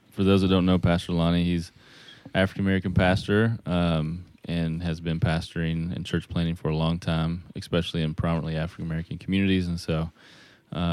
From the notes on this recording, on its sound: get on the phone